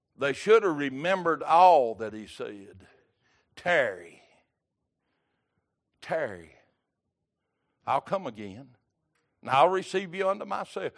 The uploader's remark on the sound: Wednesday Evening Service